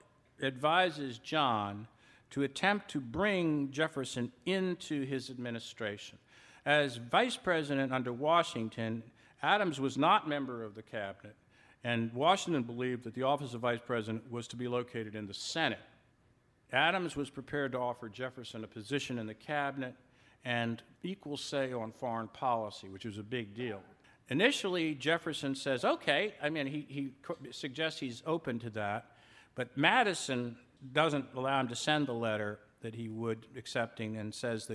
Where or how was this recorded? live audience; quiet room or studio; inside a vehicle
live audience